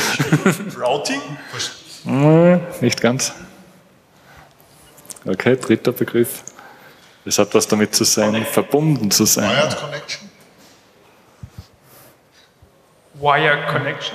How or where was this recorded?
live audience